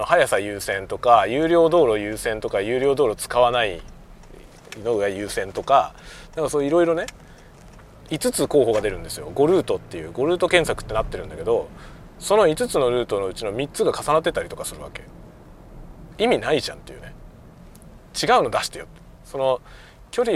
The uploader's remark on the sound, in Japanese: ドライブ収録】運転しながらダベるよ